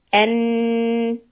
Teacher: Hold the noon shadda for the gunna when you connect. N, two counts, then noon fatha, na, one count.